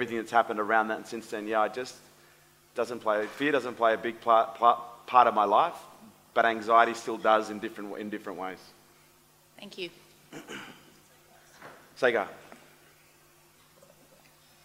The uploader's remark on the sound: LIVE AUDIENCE